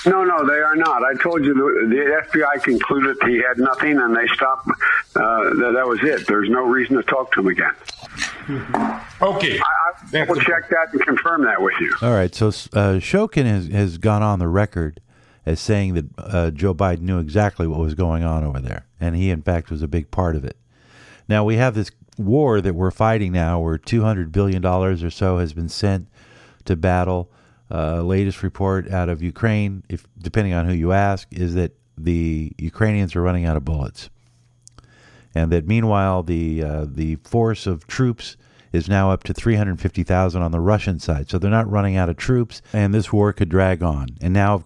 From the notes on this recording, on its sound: is heard in a phone exchange